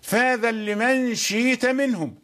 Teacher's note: كذلك إبدال. الهمزة أبدلت حرف مد